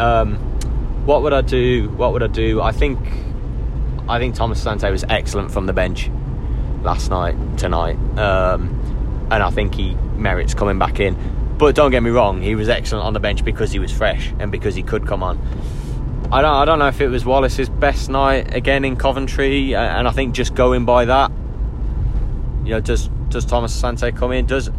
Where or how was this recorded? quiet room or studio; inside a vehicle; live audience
inside a vehicle